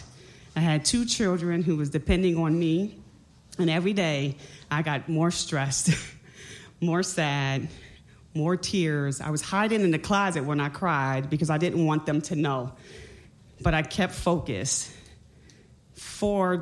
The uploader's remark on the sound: told at the Madison Moth StorySlam at the High Noon Saloon